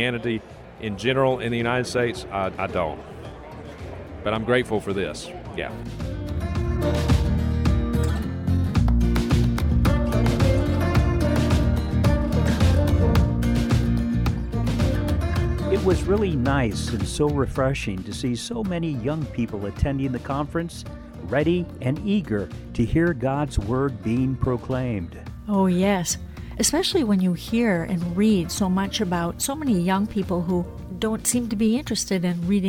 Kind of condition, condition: setting, busy venue